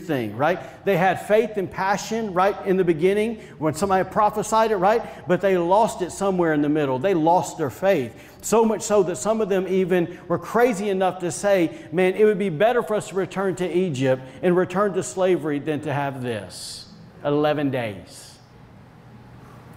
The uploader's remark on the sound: was recorded on Sunday, May 16th, 2021, during service at The Anchor Church in Rockport, Maine.